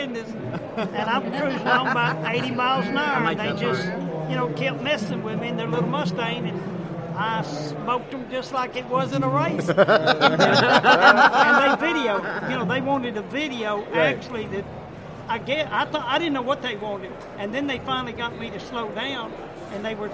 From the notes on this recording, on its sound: We had the pleasure while at the Mecum auto auction in Houston, TX to sit down during our 3rd hour of live broadcast.